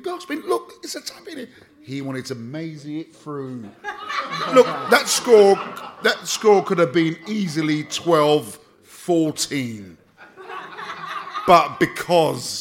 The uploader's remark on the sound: Together at the end of the session for a hilarious Q&A session with the fans in the house. At the fabulous Drayton Court Hotel in Ealing to see the season off in style at their end of season Pride of West London Bees-Up.